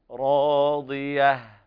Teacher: عيشة راضية، وهنا إضغام بغير غنة كامل لوقوع الراء بعد التنوين، والراء وقع بعدها ألف مدية تمد بمقدار حركتين، وهذا أعلى مراتب التفخيم عند الراء